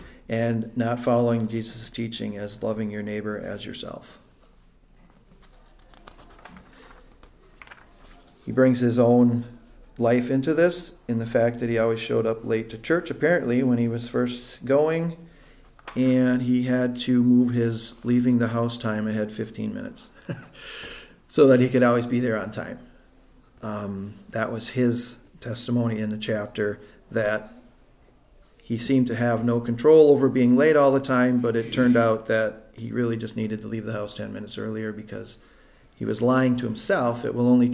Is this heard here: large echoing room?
yes